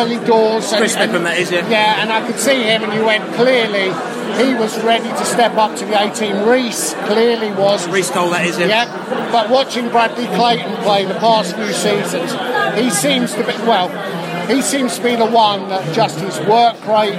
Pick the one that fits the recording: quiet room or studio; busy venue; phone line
busy venue